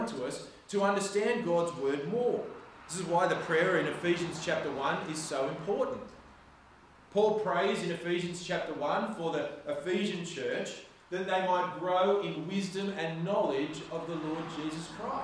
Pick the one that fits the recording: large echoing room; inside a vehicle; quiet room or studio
large echoing room